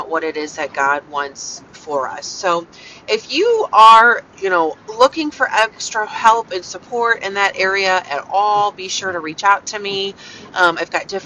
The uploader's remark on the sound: Thoughts from the car!